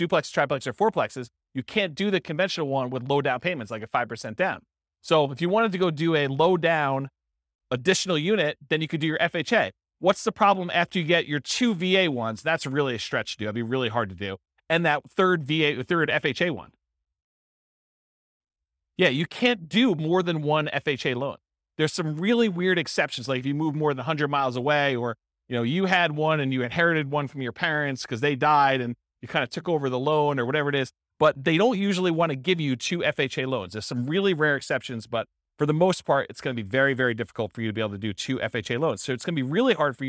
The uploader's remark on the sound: This was a live class recorded.